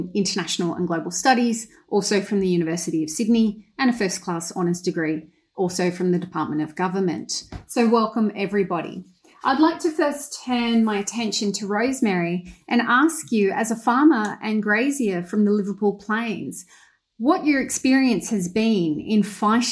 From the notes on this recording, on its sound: This event was held via Zoom on Wednesday 3 November, 2021.